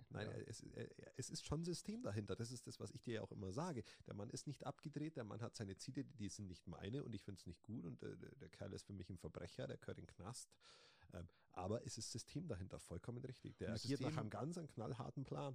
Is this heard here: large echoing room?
no